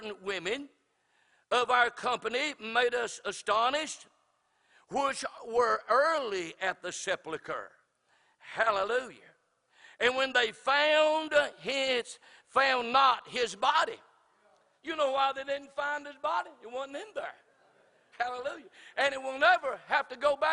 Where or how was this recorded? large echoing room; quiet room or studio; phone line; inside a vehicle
large echoing room